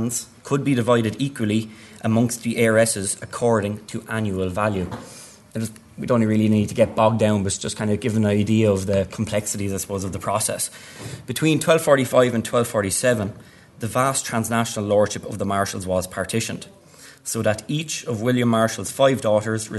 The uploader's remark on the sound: At the 2022 Tudor and Stuart Ireland Conference.